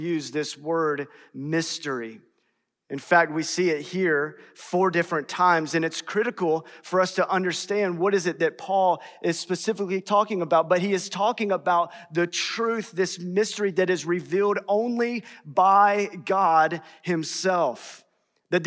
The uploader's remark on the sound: in #SWBTSChapel on March 8th, 2022.